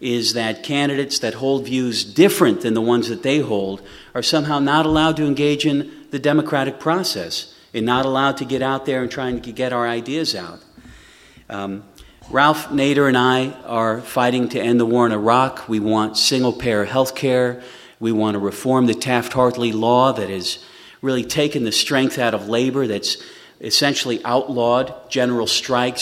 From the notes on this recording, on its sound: From campaign speeches delivered on August 3rd at the Community Center in Sebastopol, California.